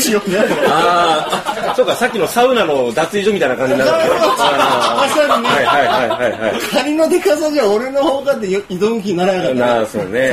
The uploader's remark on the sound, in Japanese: 公開収録SP。公開収録の「そりゃ飛べ！」第二回。